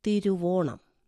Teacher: ഉകാരത്തിനും ഓകാരത്തിനും പുറമേ വ എന്നൊരു വർണ്ണം അധികമായി വരുന്നുണ്ട്. തിരുവോണം. ഇങ്ങനെ ഒരു വർണ്ണം പുതുതായി വരുന്നതിനെ അഥവാ ആഗമിക്കുന്നതിനെ ആഗമസന്ധി എന്നാണ് പറയുന്നത്.